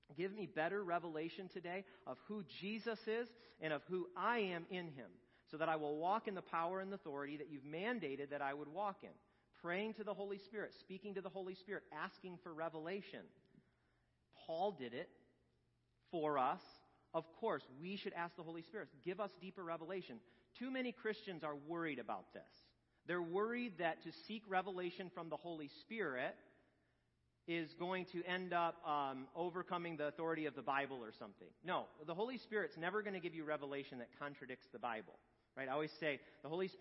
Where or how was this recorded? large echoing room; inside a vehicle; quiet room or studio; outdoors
large echoing room